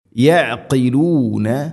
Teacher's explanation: ഐൻ തൊണ്ടയുടെ മധ്യഭാഗം, അതുപോലെ ഖാഫ് ചെറുനാക്കിൻ്റെ ആ ഒരു ഭാഗവും · Term: ഐൻ ഖാഫ്